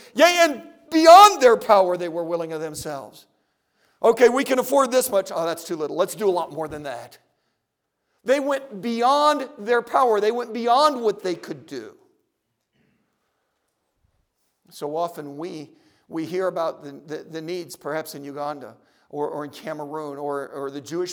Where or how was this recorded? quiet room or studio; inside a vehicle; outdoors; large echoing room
large echoing room